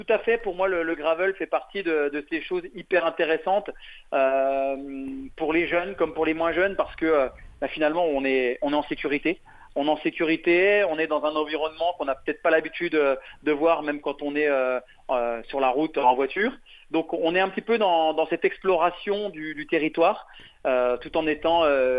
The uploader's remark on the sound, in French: Au téléphone. Lors d’une pause entre deux étapes du Tour de France. À la maison dans le Jura, nous en studio.